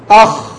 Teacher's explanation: أين انقطع الصوت؟ في أدنى الحلق · Term: الخاء